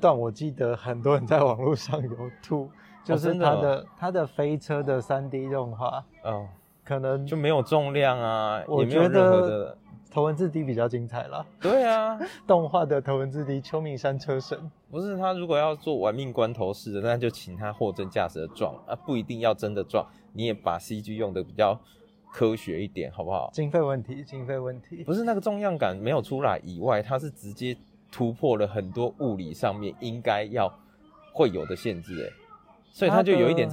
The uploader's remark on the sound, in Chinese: 本集為戶外錄音，家居店ASMR，音質受環境影響較大，介意的朋友請見諒。